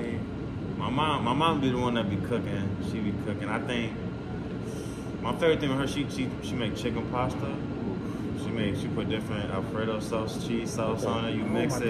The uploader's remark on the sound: The podcast was recorded at Surprise Stadium, outdoors. The audio isn’t necessarily studio-quality, but it’s not bad.